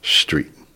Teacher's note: they say SH in front of T's